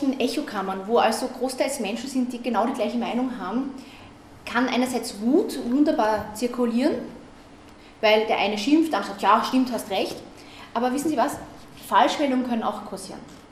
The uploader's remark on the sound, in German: Auszüge aus dem Vortrag. Auf Einladung der Grünen Bildungswerkstatt OÖ in Attnang Puchheim hielt.